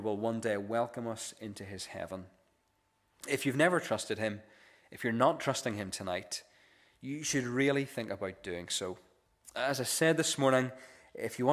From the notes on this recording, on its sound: This is the recording of the Bible reading and sermon from our evening service on Sunday 20th August 2023